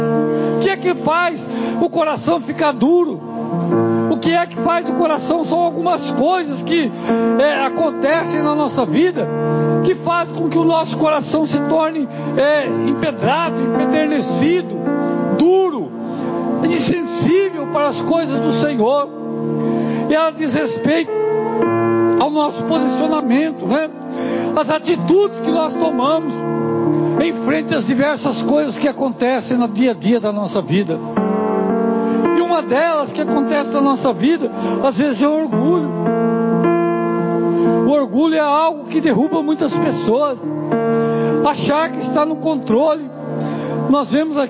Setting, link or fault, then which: setting, large echoing room